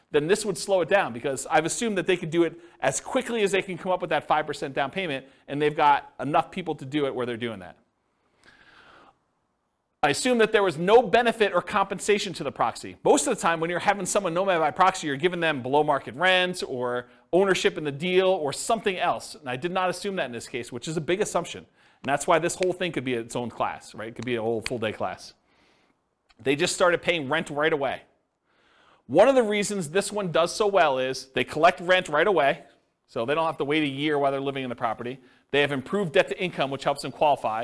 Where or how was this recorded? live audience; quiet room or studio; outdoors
live audience